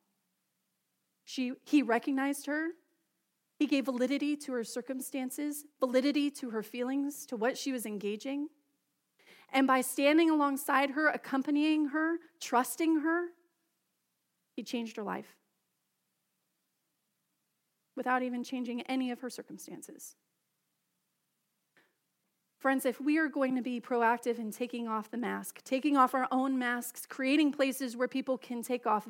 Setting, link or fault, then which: setting, large echoing room